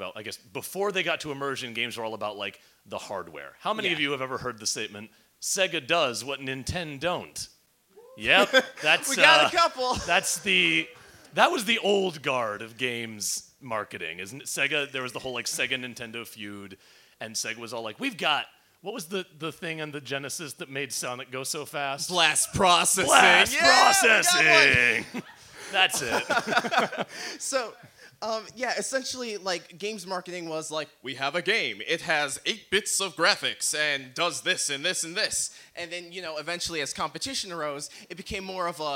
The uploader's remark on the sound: Live from Beat Kitchen in Chicago, IL. Our first ever live show, recorded at the Chicago Podcasters Unite C2E2 show on March 16th, 2019! The crowd was great.